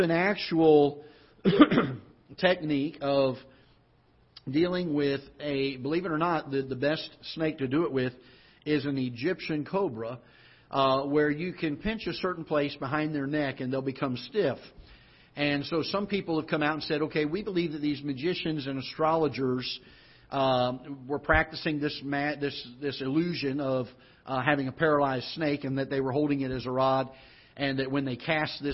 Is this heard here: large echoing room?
yes